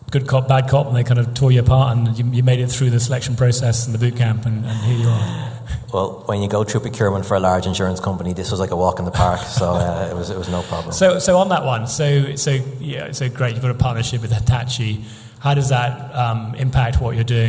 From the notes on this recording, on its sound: event recorded in front of a packed room